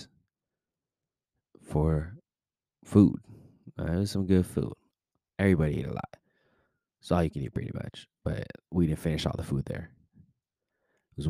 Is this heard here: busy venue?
no